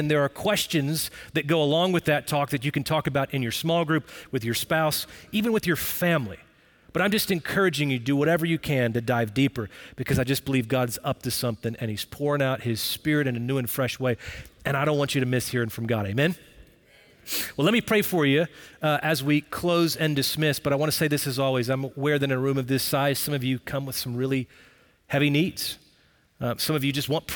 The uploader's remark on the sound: Recorded Live at Brookwood Church on 10.15.23.